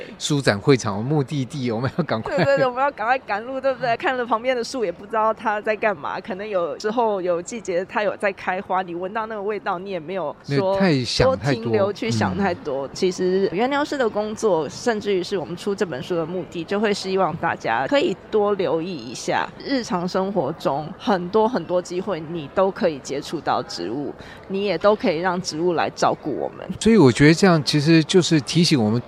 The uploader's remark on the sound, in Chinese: 2023台北國際書展 特輯。活動現場訪談。